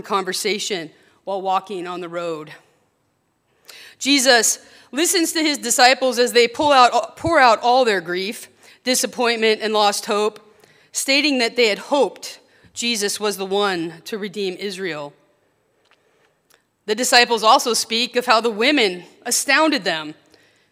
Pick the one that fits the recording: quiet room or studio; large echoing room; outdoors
large echoing room